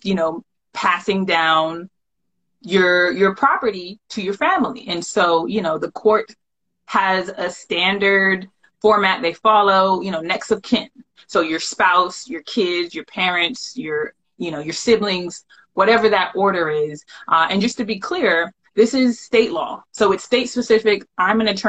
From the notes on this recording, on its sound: the audio from an Instagram live